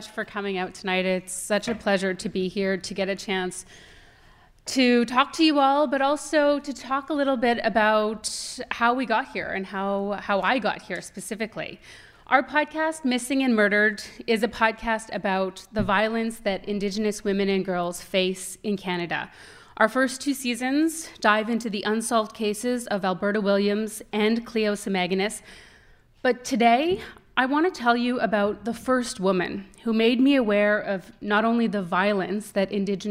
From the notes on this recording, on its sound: As they share never-before-told stories from their podcasts in front of a live audience at the Hot Docs Podcast Festival.